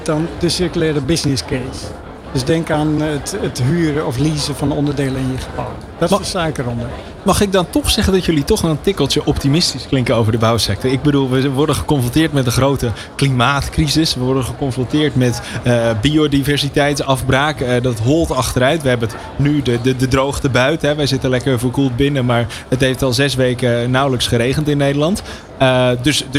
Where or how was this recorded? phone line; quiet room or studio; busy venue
busy venue